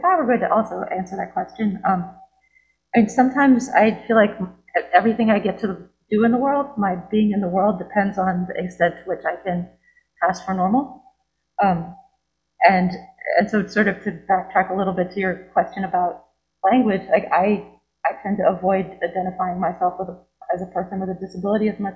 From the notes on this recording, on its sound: recorded at Temple Beth-El’s Shabbat service on February 19, 2022